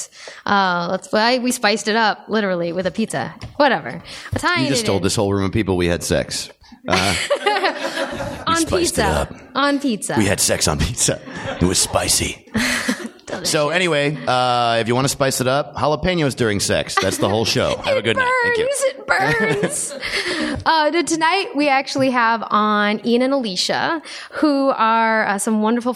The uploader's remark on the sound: (Recorded Live at NerdMelt in L.A.)